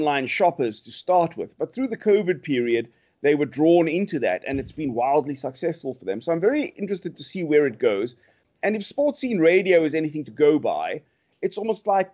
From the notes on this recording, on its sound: Recorded via Skype